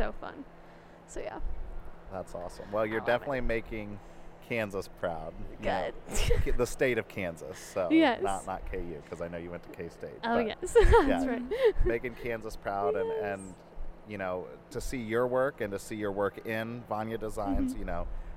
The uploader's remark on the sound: We are recording at KC Fashion Week